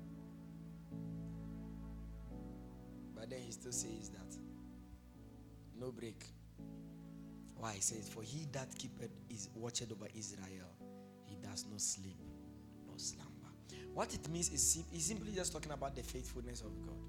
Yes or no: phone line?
no